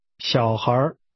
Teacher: Children is pronounced with falling, rising, and rising tones.